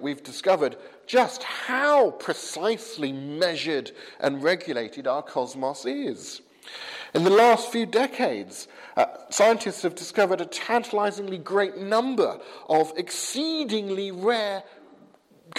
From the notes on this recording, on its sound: from the 8 am service at Highfield Church, Southampton, November 22nd 2015